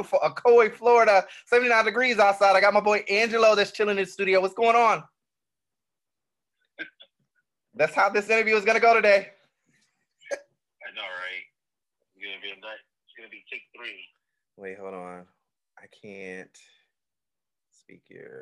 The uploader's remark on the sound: Apologize for the audio in advance